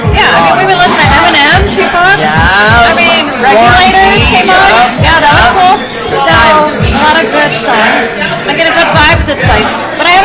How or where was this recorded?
busy venue